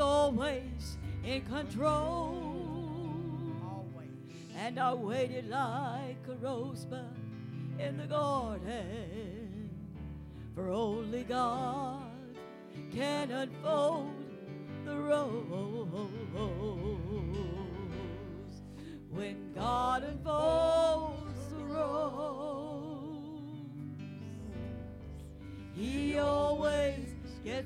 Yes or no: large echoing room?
yes